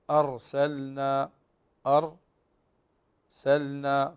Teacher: الراء فيها توسط وليس شدة، يعني بين الشدة والرخاوة توسط